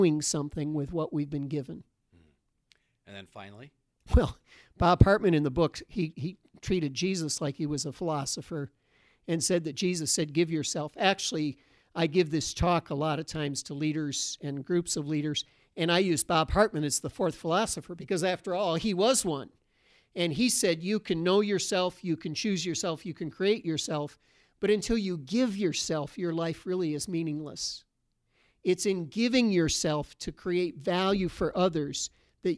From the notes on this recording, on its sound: record today's episode in front of a live audience